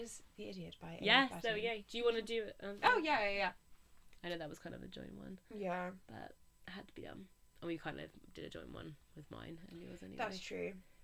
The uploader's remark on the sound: It's a little bit of a party because we eat a load of sweets throughout the recording.